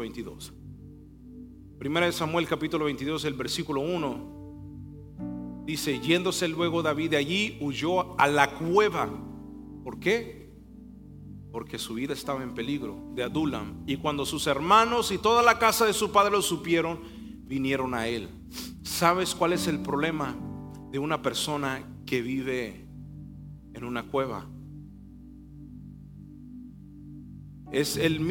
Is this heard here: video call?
no